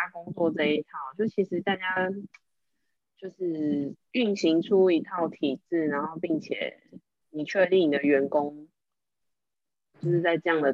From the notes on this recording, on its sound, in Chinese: 因為我們要厲行居家隔離，所以錄音工作改成遠距錄音。第一次操作還有很大的改進空間。